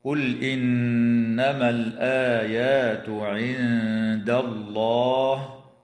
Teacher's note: وتغن النون المشددة من كلمة إنما